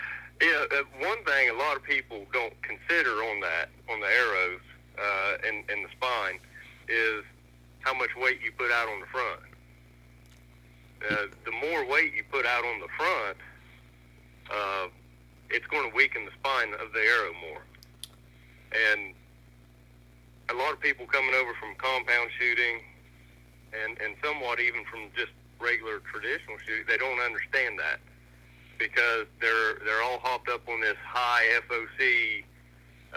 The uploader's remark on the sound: burnt the phones lines to Southern Ohio